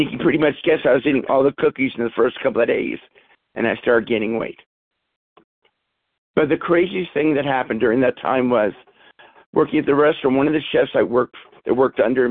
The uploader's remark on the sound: from the 100 Pounders Phone Meeting, 10/7/23.